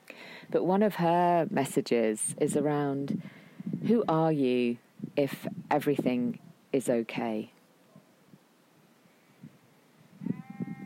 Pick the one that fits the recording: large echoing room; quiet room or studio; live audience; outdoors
outdoors